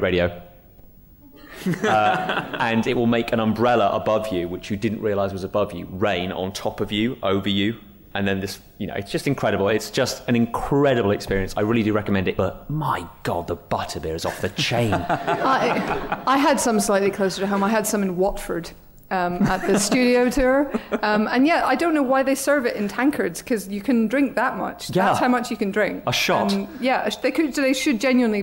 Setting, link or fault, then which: setting, live audience